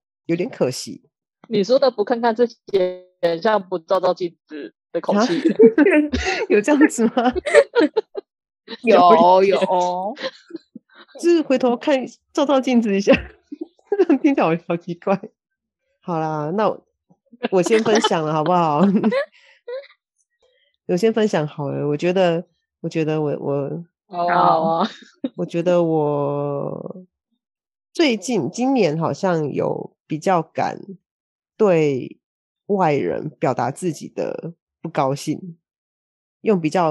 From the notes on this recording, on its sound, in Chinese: 也撥出時間共聚online，。在艱辛的網路連線環境中，克難地錄製節目，。